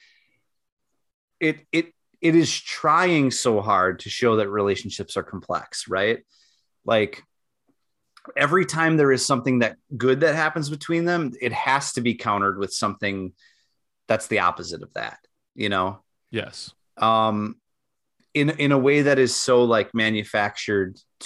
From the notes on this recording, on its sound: The boys get Zoom working again